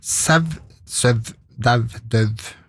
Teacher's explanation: Det er en annen startlyd, men det er altså en sånn bortimot full stopp da, en labiodental